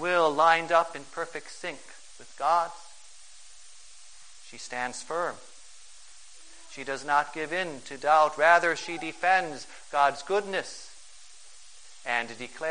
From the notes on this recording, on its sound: For the First Sunday in Lent, at St.